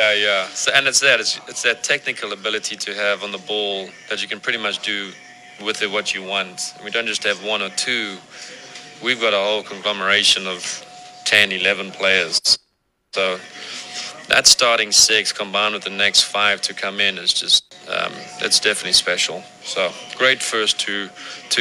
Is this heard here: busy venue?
yes